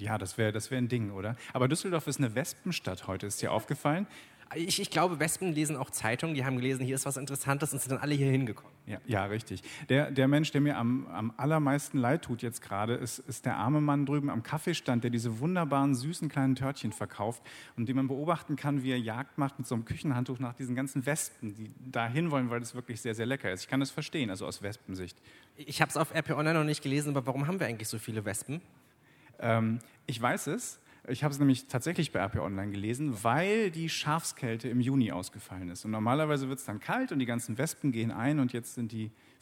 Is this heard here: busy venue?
yes